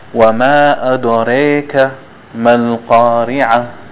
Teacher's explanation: they pronounce the Ra halfway between thick and thin. This is how they pronounce it in Warsh.